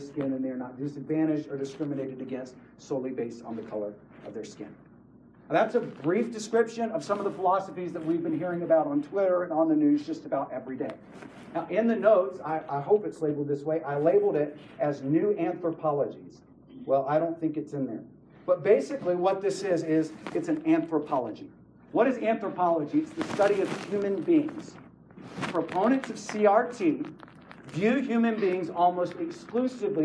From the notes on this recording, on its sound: This session is from the Spiritual Leadership Conference in Lancaster CA.